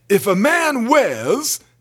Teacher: Isabel Sanford, as a very standard-speaking person and character, is very R-less. And so, it's, "If a man wears," not wears, but wears, "a size 44 belt," she spoke the most magnificently R-less English.